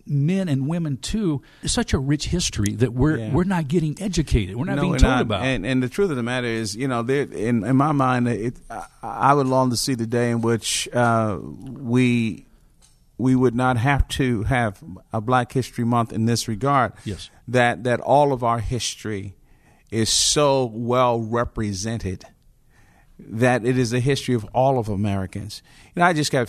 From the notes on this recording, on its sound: Conversation at MLK50 Conference. At the MLK50 Conference in downtown Memphis, TN.